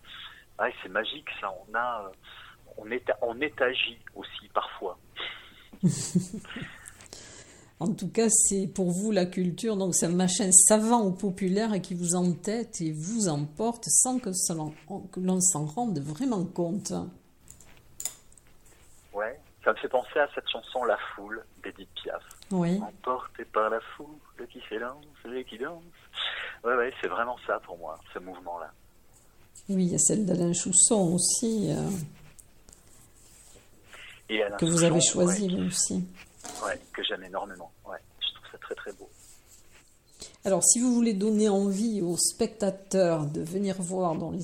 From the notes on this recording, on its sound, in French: Entretien téléphonique